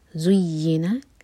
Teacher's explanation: زا پر بزنگ کا sound clear آئے، یا پر شدہ تو یا اسٹرانگ.